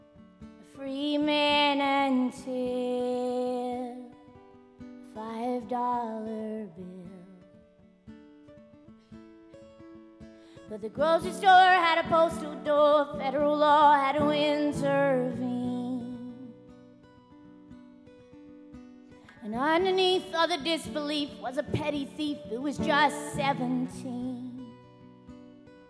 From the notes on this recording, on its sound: Full Set Live at Nashville Sunday Night